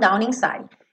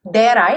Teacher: vai ligar naturalmente, consoante vogal